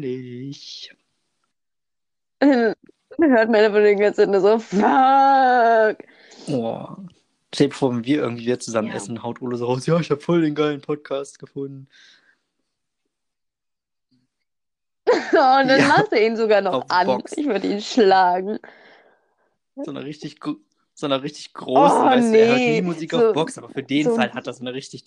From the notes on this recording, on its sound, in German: tatsächlich einmal ohne technische Schwierigkeiten aber wie immer mit rotziger Internetverbindung